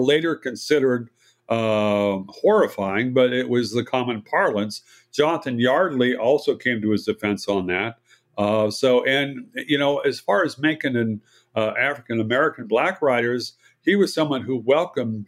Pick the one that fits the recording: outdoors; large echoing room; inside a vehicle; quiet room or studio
quiet room or studio